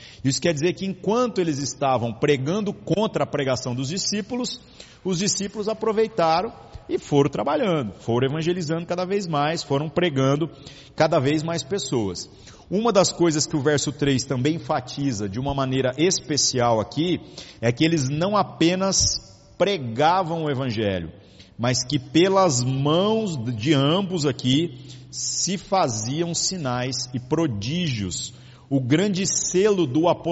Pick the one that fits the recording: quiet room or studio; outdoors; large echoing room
large echoing room